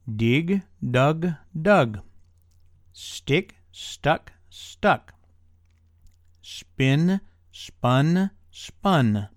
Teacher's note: examples with the short I when it changes to U